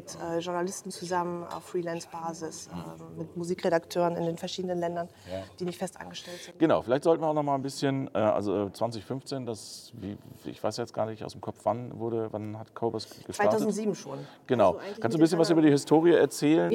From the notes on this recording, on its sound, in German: Wurde am Rande der High End 2023 aufgezeichnet. Deshalb ist die Qualität der Aufnahme nicht ganz so gut, wie sonst im HIFI.DE Podcast-Studio.